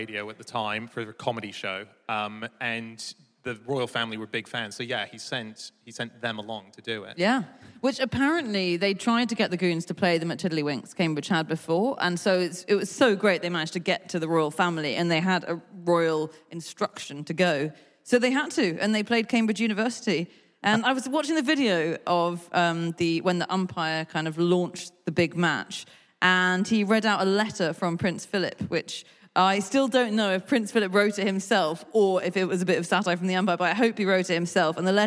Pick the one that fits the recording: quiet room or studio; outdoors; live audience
live audience